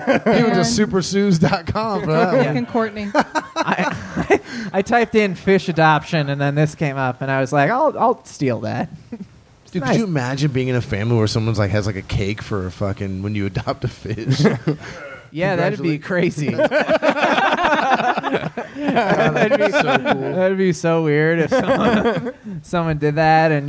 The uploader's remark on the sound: This live talk show is recorded in front of a human audience on Sundays at Chameleon in Northside, Cincinnati.